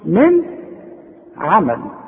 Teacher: شوف من عمل، النون عليها سكون وبعدها عين، والعين من حروف الاظهار اذا ما تغنش